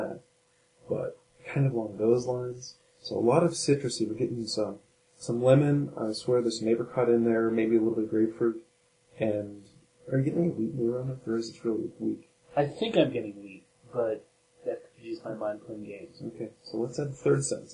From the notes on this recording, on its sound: This show was a lot of fun to record, but we were hit up by the Evil future robots and the quality of the audio is not so good.